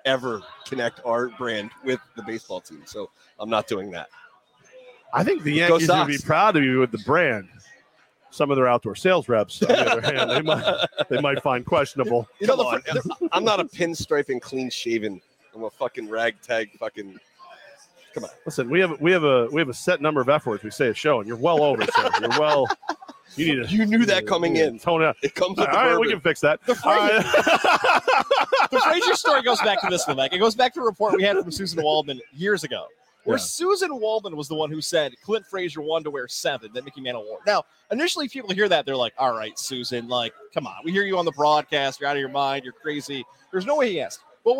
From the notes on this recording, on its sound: LIVE from Hooters on Wolf Road